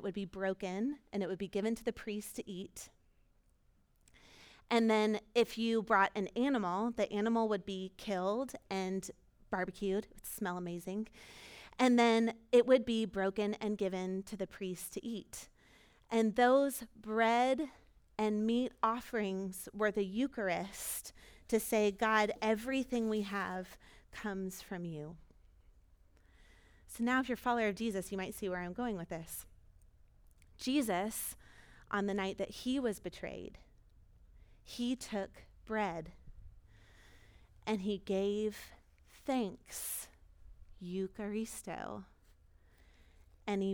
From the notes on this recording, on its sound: Recorded at our Sunday gathering on April 24, 2022.